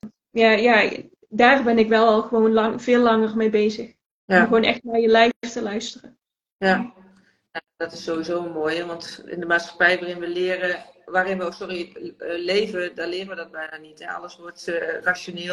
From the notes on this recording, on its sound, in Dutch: tijdens een live op Instagram